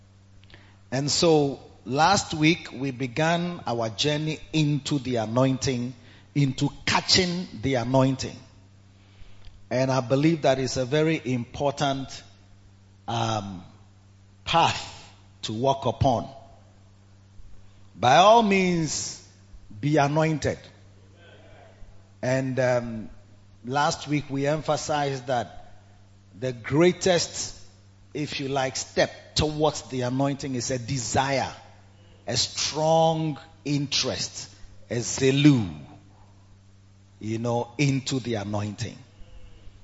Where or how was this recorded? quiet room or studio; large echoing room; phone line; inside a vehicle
large echoing room